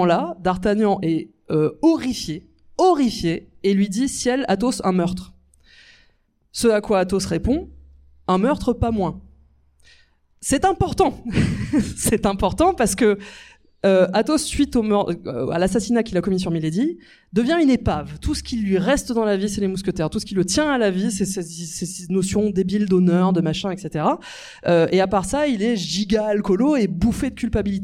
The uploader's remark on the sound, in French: Cet épisode a été organisé avec ce collectif d’artiste dans le cadre du #PrintempsDesMousquetaires, événement qui se compose de cette émission qui a été enregistrée en public. Cet épisode a été enregistré au Majestic Passy , cinéma situé au 18 Rue de Passy, dans le 16ème arrondissement de Paris.